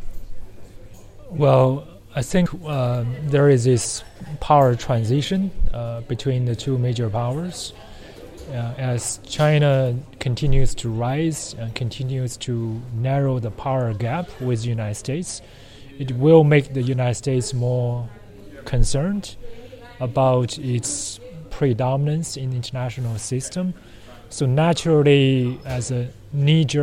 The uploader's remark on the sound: The podcast was recorded during the 4th in the series of Open World Conferences organized by the University of Copenhagen.